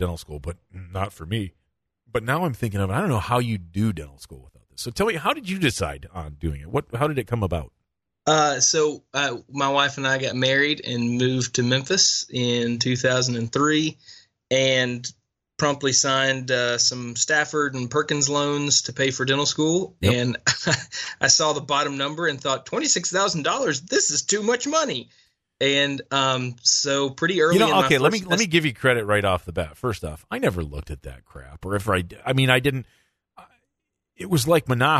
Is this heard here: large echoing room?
no